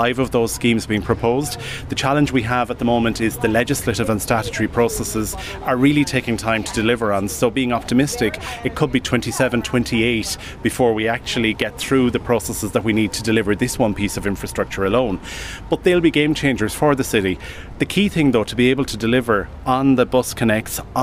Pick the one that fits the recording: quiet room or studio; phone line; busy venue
busy venue